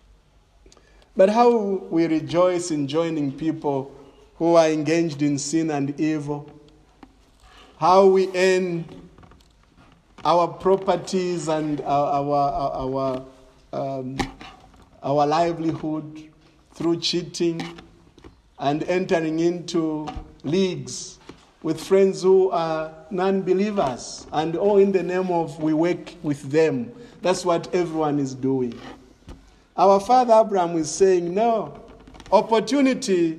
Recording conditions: large echoing room